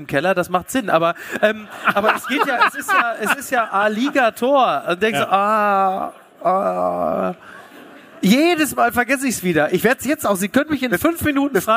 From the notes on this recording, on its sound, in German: LIVE AUS HAMBURG. Unser Live-Auftritt.